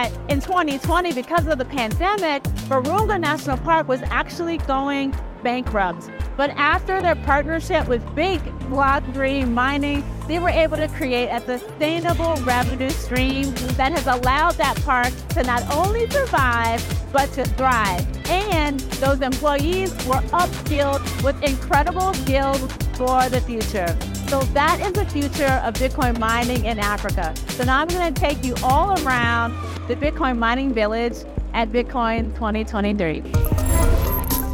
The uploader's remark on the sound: live at the Bitcoin 2023 conference held in Miami, Florida